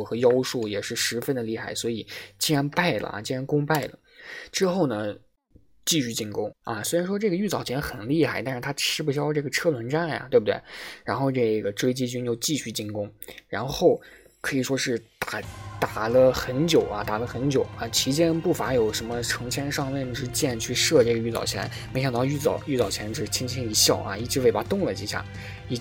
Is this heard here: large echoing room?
no